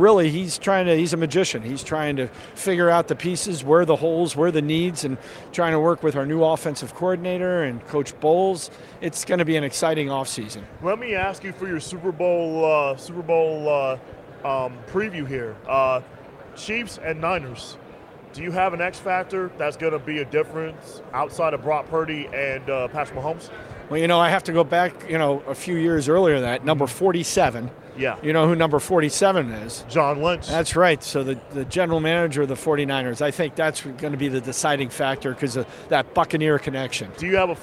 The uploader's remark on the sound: Live from Super Bowl LVIII